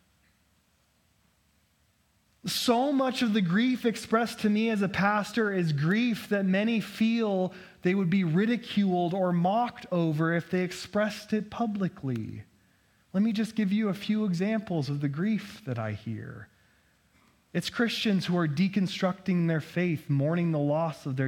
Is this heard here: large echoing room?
yes